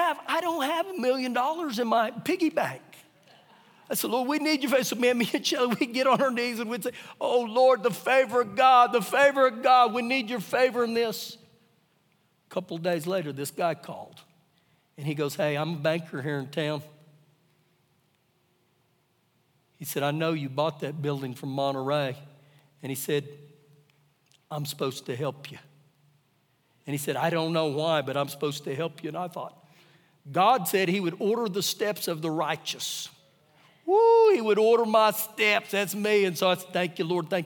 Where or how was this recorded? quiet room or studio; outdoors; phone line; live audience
live audience